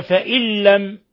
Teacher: نون ساكنة جاء بعدها اللام إضغام بغير غنة